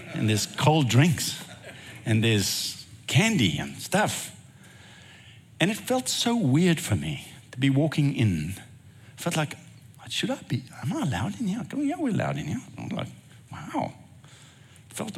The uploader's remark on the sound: recorded at Northlands Church on June 18, 2023